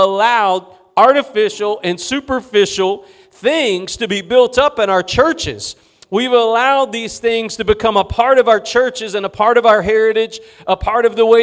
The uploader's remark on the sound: Preached at Gospel Lighthouse in Bossier City, La.